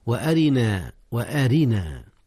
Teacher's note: ترقيق الراء هنا يا أستاذنا لكسرها